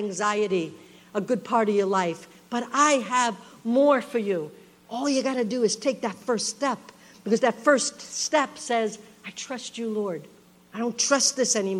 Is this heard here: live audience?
yes